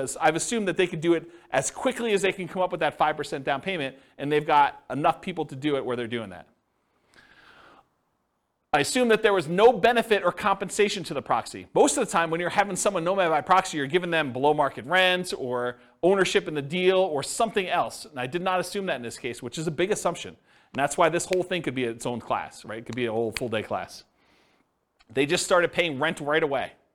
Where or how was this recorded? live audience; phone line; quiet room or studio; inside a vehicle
live audience